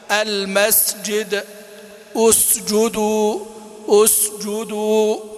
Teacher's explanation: المسجد المس، انتبه لئلا تنقلب إلى زاي أو تشم بالزاي. المسجد احرص على همسها لئلا تخرج زايا، فالزاي مجهورة والسين مهموسة